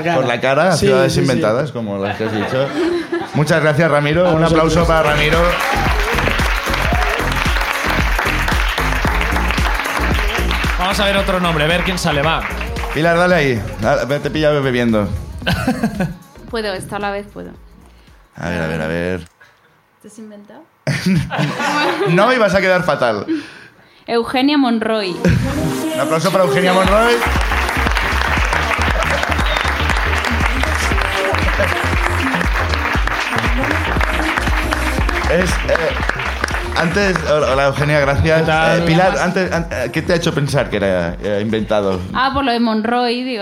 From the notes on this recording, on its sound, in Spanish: Segundo show de La Ruina desde Madrid. El público de La Ruina en Madrid también nos cuenta sus aventuras.